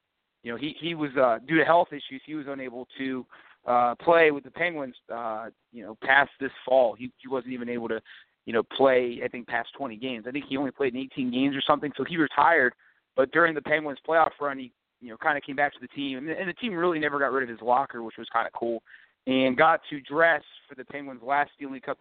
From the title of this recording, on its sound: Live call-in edition